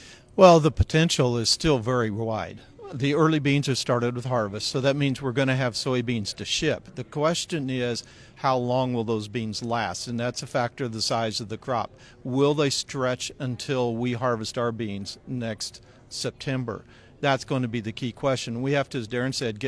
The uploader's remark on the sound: Our conversation taking place during the Water Street EDGE conference in Tucson Arizona.